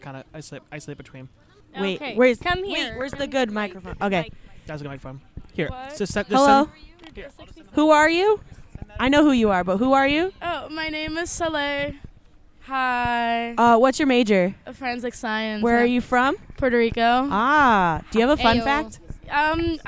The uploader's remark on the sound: Today we were outside, that's the whole concept, just being outside. Sit across the path from the Silver Sands food truck and just have a chat with anyone who decided to walk up, mostly familiar voices.